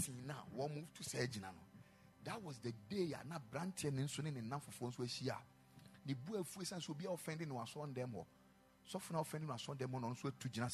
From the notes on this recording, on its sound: Preached at the Ekklesia Campus.